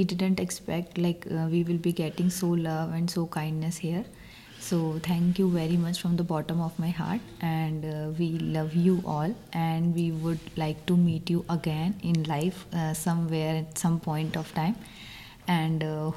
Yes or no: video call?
no